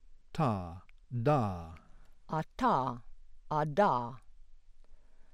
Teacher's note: apical alveolar plosives made with the tip of the tongue